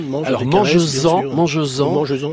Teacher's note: il y aura un S, parce que ce S évite l'hiatus. C'est un S euphonique, ça n'est pas un S grammatical.